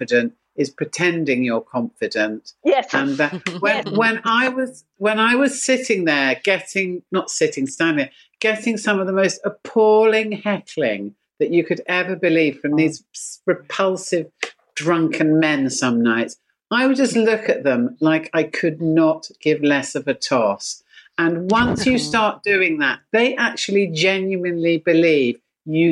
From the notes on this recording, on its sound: Recorded 4 March 2021 via Zoom.